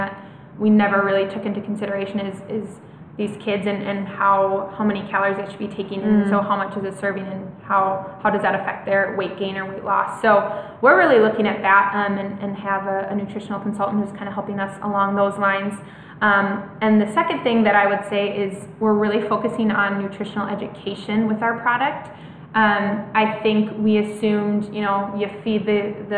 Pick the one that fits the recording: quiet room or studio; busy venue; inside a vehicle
busy venue